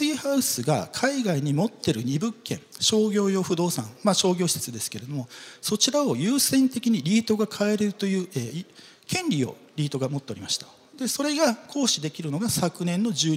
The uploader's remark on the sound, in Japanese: 東京証券取引所で開催した「J-REITファン2017」に登壇した